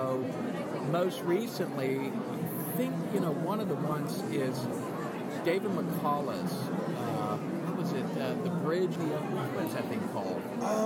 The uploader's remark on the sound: Roams the floor of the 2016 Books by the Banks festival asking authors, attendees, Librarians, and others a question.